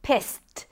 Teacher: And then we have S, an S sound and a T. The ED is actually pronounced as a T